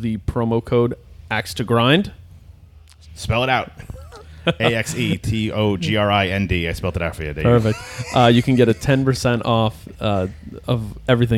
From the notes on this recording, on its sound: On location recording from Back To School Jam.